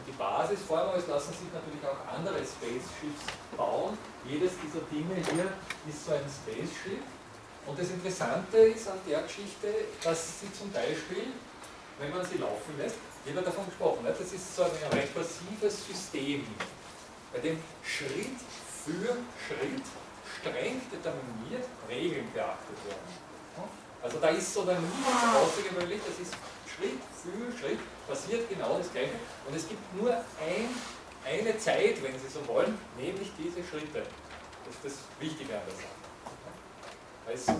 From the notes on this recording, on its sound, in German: Diese Vorlesung wurde von Studierenden aufgenommen